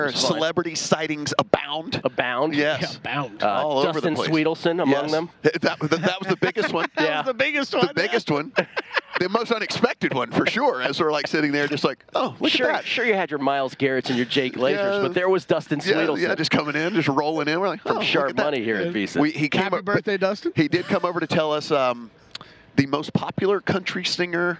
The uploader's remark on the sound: broadcasting live from media row